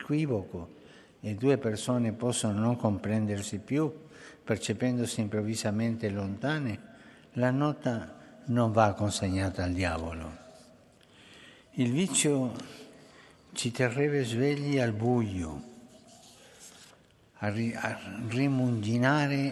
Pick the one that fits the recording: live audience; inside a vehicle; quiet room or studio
live audience